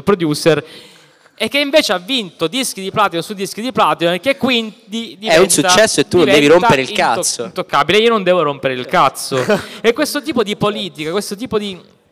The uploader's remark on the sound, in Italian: Abbiamo anche perso una ventina di minuti di registrazione (eravamo live a Bologna, il bello della diretta).